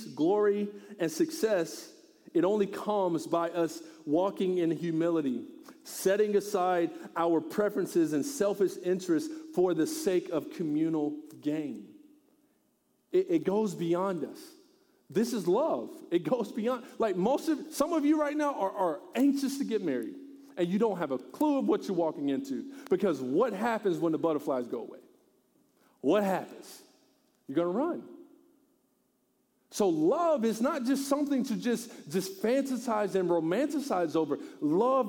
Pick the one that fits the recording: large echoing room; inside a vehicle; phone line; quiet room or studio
large echoing room